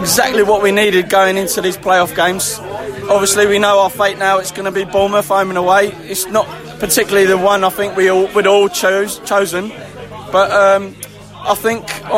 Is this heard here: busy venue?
yes